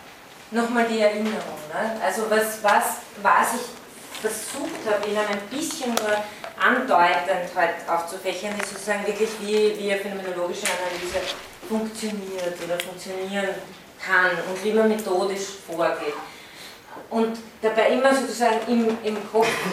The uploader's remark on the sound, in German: Von Studierenden aufgezeichnet.